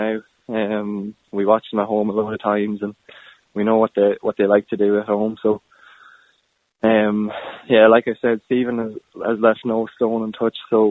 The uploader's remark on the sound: on the phone for a chat